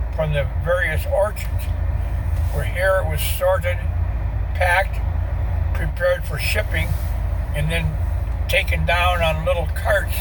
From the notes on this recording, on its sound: Catawba Island Driving Tour